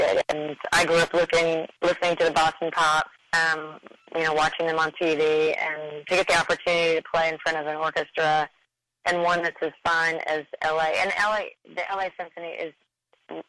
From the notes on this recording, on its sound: We caught up with both women, separately, via phone